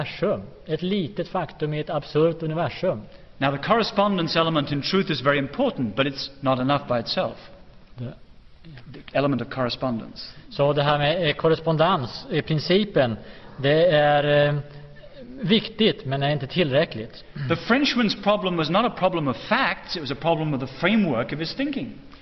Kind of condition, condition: setting, large echoing room